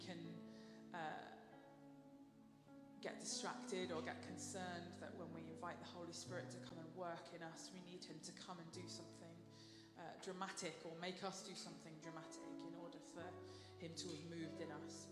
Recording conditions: large echoing room